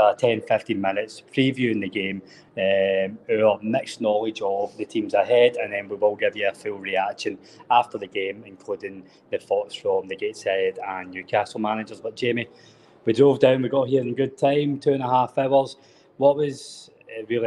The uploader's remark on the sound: Live from Gateshead. Live from the Gateshead International Stadium!